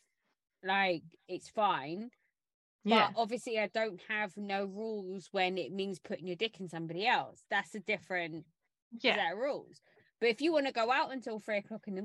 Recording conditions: drop-outs